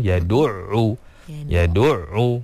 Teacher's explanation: Dan yang terakhir, yang terakhir pada huruf ain, yadu'u. Pastikan keluar daripada makhraj dia yang betul, bahagian pertengahan kerongkong. Huruf ain di situ, yadu'u.